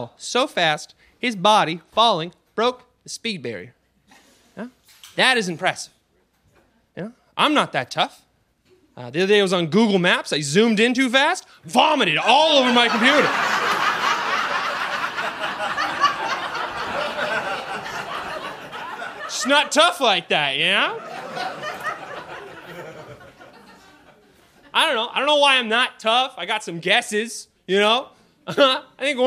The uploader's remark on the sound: From a live show in Saint John, New Brunswick.